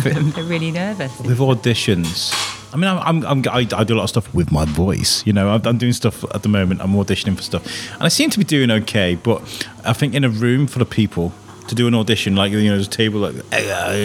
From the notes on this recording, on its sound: The Shrewsbury Biscuit Podcast. Cafe on the Cop. Your cafe oozes character and it was a fantastic place to record.